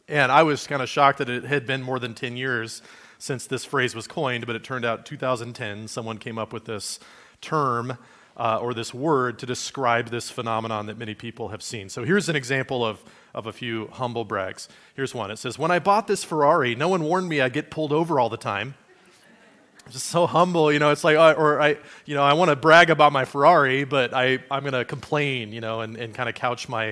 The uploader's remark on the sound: Message given at Liferoads Church in Spokane, Washington, on Sunday, March 26, 2023.